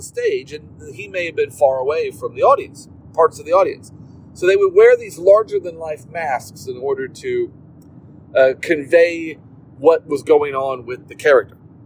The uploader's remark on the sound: in the car while driving